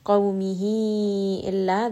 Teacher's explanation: This is going to be a 4-count مد. This is going to be مد صلة كبرى.